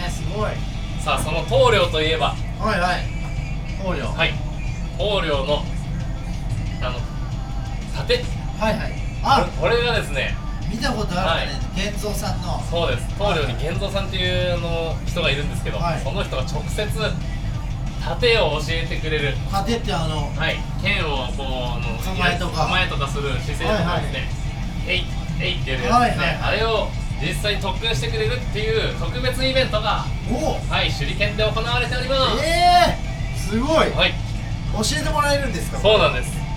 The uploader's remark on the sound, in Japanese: ラジオ収録しながら、同時にピザトーストを売ってます。